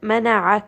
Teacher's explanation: engaging the center of the throat in order to get that correct sound of the عين.